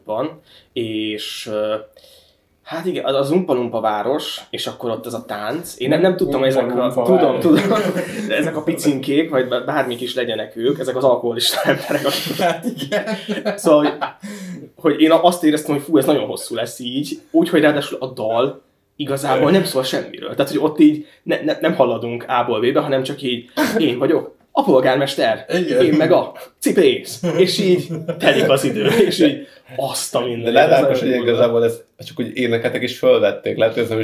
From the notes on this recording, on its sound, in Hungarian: A hangminőségért sűrű elnézést kérünk, a rögzítőeszközünk nem volt a legmegfelelőbb!